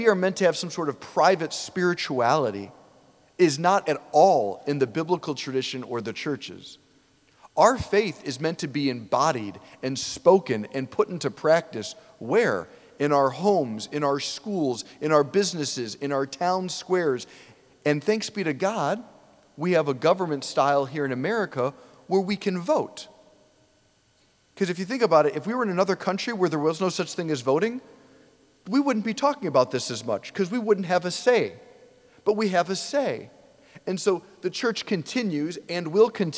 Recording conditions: large echoing room